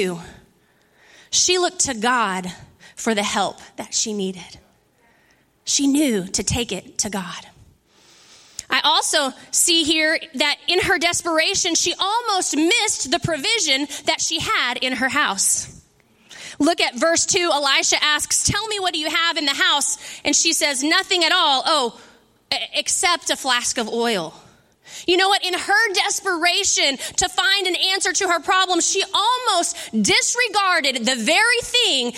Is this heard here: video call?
no